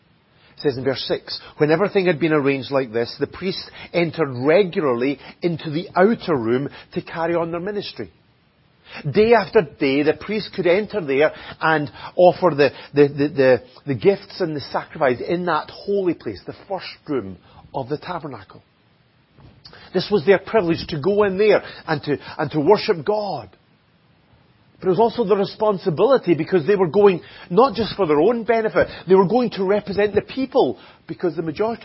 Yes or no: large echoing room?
yes